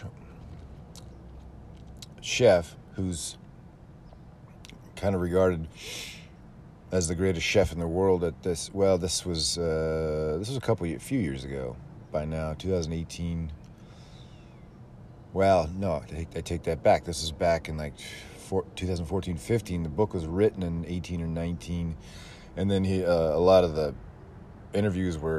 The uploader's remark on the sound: Coming to you live from an alleyway in Roseville.